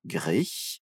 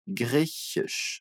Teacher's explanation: começando com um chiado fraco, grich, e depois aquele chiado mais forte